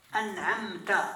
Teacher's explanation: وسمي شفويا لخروج الميم الساكنة مظهرة من الشفتين · Term: إظهارا شفويا